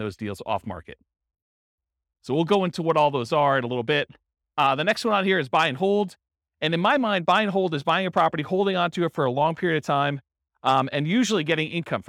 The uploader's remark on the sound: This was a live class recorded to give investors a solid qualitative overview of all the different real estate investing strategies.